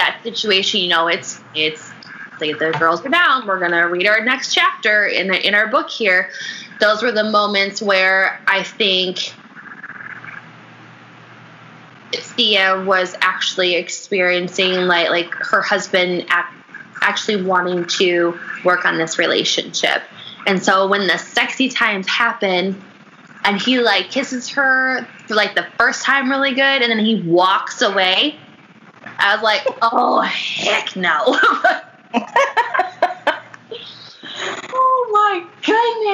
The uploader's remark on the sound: Please excuse any background noise; the noise was a fan b/c it was 95 degrees in Chicago that day.